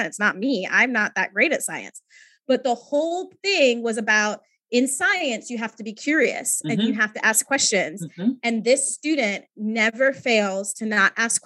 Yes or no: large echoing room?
no